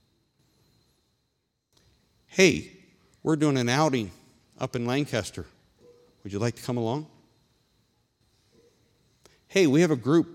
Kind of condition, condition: setting, large echoing room